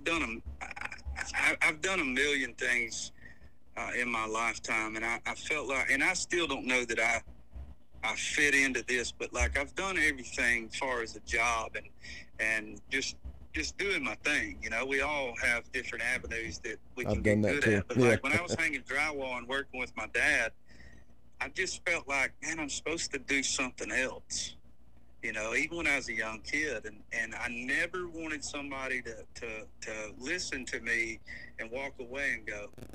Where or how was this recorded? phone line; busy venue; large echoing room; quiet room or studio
phone line